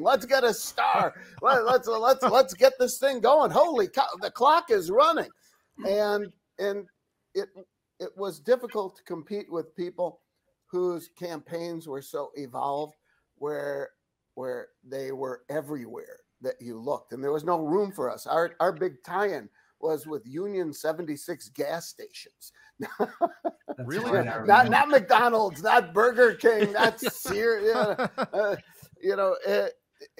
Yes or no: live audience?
no